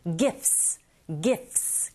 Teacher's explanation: 세 개의 자음이 쭈르륵 연결될 땐 중간에 t 사운드 거의 안 들리게 발음하시면 됩니다